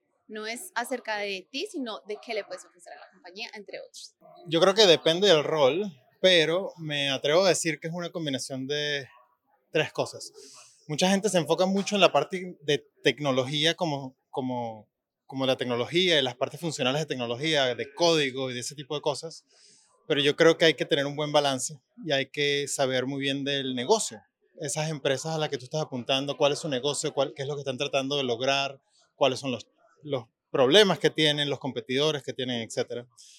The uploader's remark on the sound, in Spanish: Este podcast fue grabado en uno de nuestros últimos eventos en Sydney.